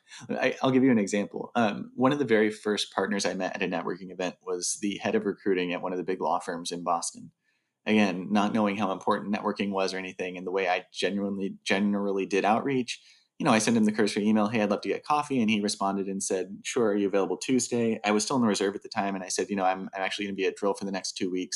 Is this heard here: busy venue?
no